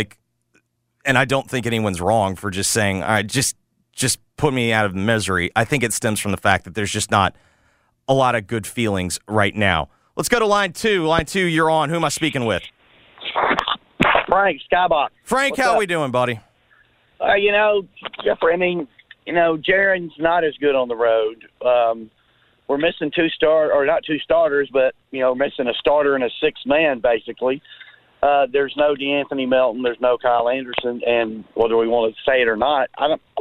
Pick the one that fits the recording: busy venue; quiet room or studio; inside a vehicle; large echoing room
inside a vehicle